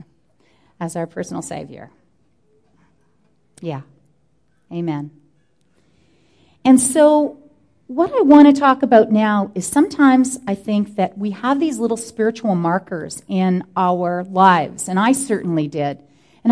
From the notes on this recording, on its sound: Answers questions from the audience about nutrition, meal planning and so much more.